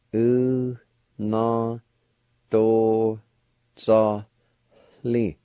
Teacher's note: The last two letters, L-I, there's a faint H sound between the A and the L at the very end of the word